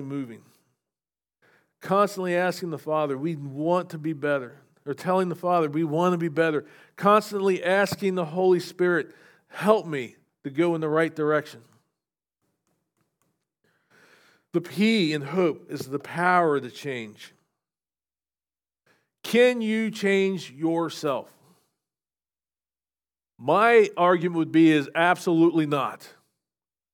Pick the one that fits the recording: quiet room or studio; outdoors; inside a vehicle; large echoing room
large echoing room